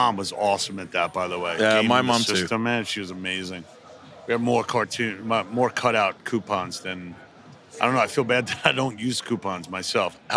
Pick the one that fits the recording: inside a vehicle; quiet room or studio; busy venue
busy venue